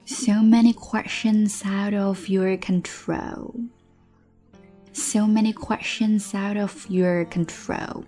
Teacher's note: Questions 跟 out 可以连读， out 跟 of 也可以连读